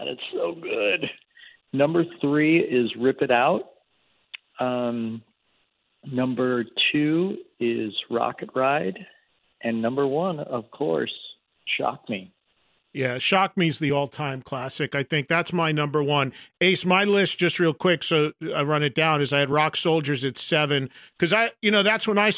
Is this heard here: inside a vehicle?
no